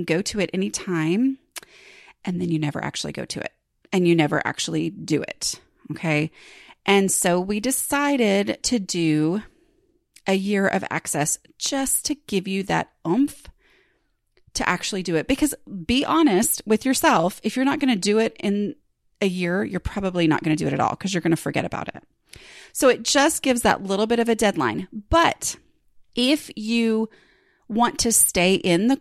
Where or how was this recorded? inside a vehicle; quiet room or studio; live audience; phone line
quiet room or studio